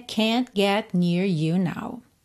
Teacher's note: você praticamente não ouve o T, né?